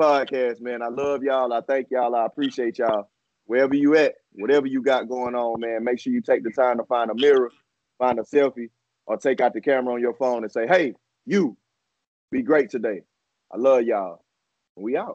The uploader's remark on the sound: Stopped by Via Skype.